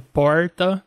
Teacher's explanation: não é com a ponta da língua, é com a parte de baixo da língua · Term: retroflexo